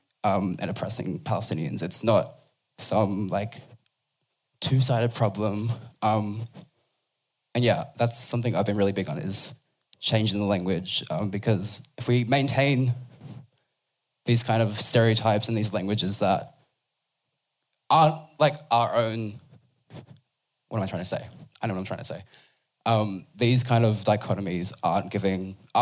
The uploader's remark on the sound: Recorded live on 26th October 2023 on the unceded and sacred Wangal Clan Lands of Gadigal Country. Was one of the Red Rattler Theatres 'Rat Talks' part of the Red Rattlers Arts Program 'Future Communities'. The night was filmed and audio recorded by Studio Sensorium.